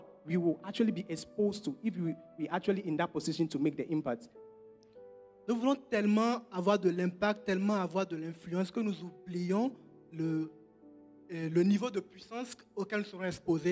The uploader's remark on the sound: Preached during Joyful Hour Sunday Service